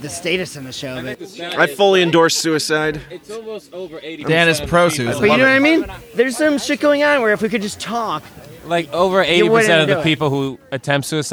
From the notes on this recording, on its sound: This episode was recorded in-person during PorcFest in New Hampshire.